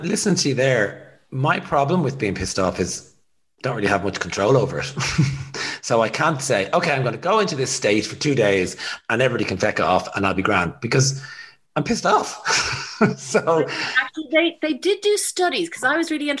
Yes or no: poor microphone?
no